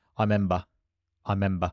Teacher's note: So if I take the word remember that I used earlier, said quickly, that would probably just be like, I remember. So you've lost the first syllable